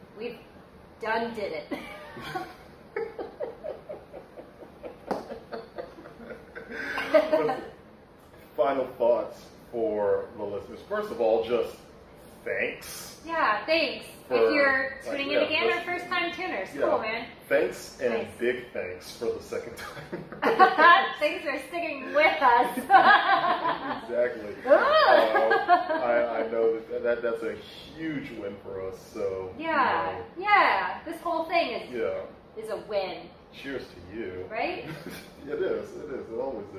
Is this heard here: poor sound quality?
yes